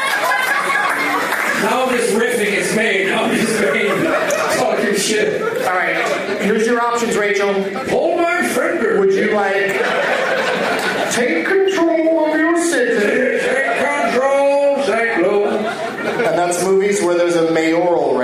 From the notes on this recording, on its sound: Takes on audience members at the Firebird in St. Louis.